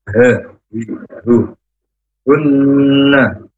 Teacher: huruf h makhrajnya dari tenggorokan yang paling bawah